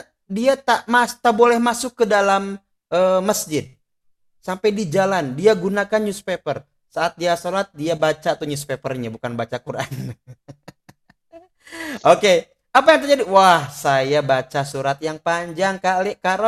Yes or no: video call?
yes